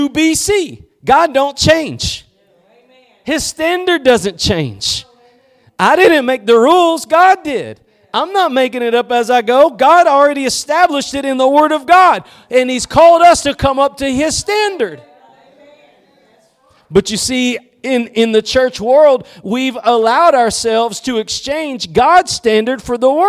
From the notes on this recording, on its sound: Preached at Gospel Lighthouse in Bossier City, La.